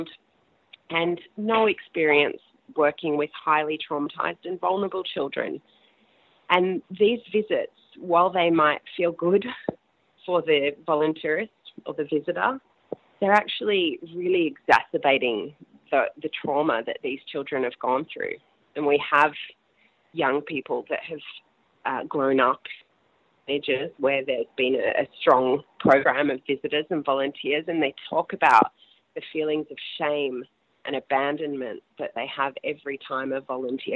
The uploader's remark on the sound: I speak on the phone. Comes into the studio.